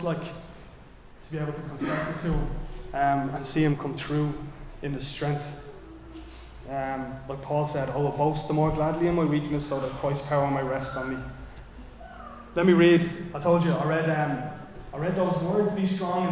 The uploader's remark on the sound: Recorded live in Liberty Church.